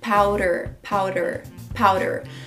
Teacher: E esse D tem um pouquinho de som de R.